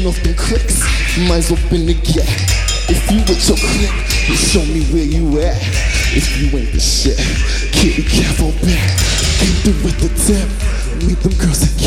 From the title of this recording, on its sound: Live from SXSW